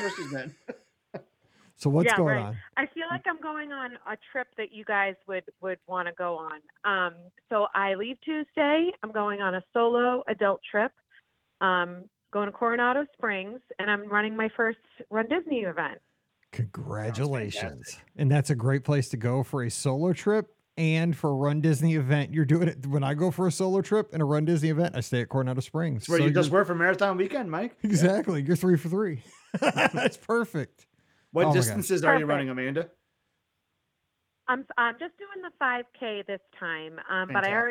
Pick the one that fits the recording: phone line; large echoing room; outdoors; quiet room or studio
phone line